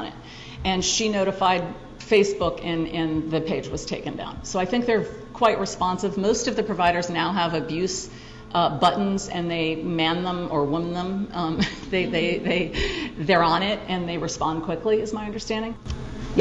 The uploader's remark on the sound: Audio of her talk at the George Washington University Law School. Audio of her talk at the George Washington University Law School.